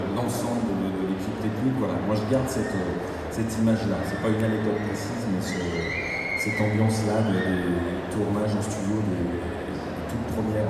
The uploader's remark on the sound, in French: Conférence TGS 2016